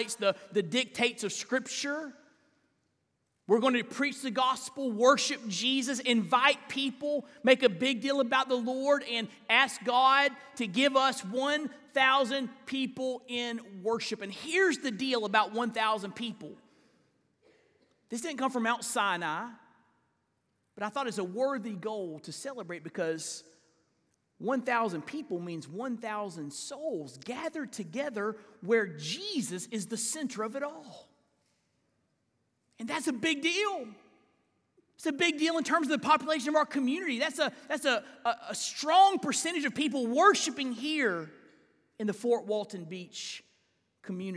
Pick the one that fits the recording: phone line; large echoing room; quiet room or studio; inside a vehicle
large echoing room